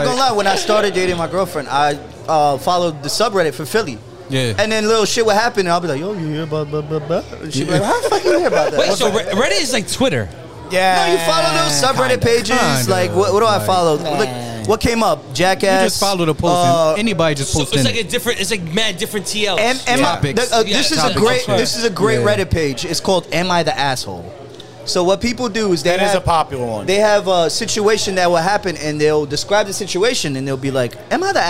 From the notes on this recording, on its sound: LIVE FROM PUMA's flagship store in Times Square